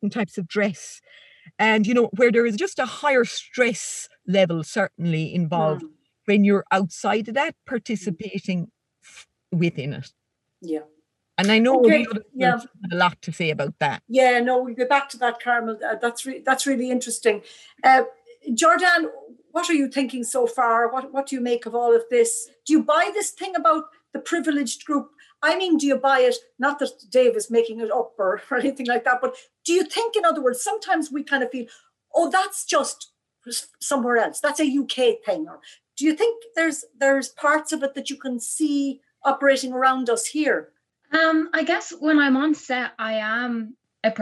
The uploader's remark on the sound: This interview was recorded through Zoom so audio quality will vary.